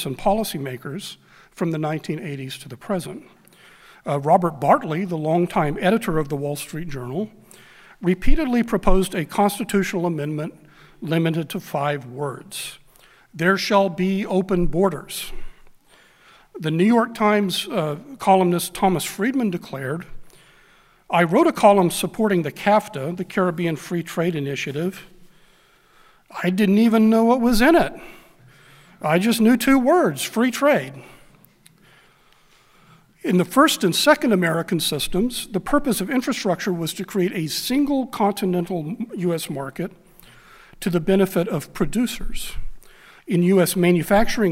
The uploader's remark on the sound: address at the Miami National Conservatism Conference on September 11, 2022.